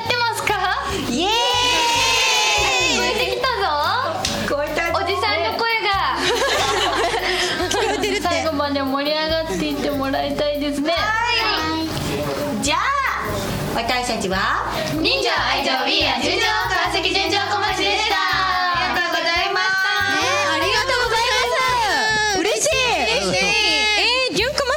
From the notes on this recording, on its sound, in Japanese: 川崎モアーズ屋上ビヤガーデンをお借りしたライブイベントでの公開収録。